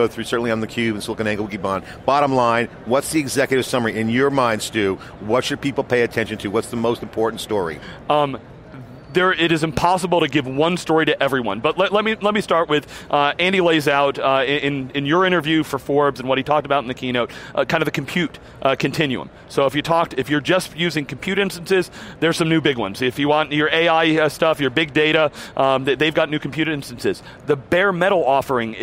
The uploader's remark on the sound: live from re:Invent 2017